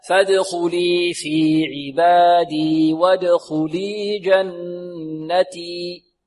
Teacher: الياء في آخرها تمد بمقدار حركتين، مد طبيعي